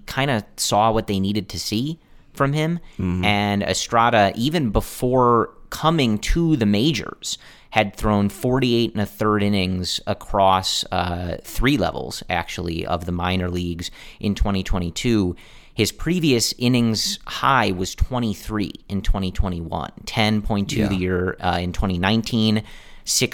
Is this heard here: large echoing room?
no